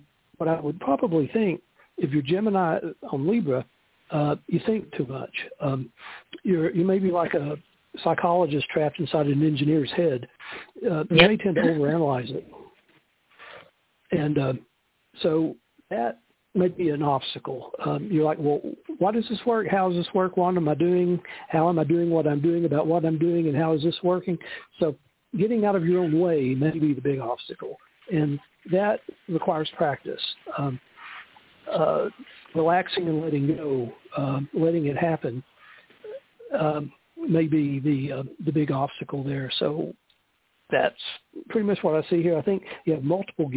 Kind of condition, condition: link, phone line